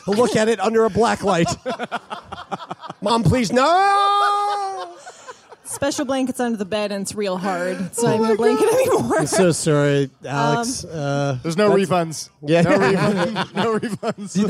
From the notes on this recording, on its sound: in front of a live audience at the Rio Theatre in Vancouver!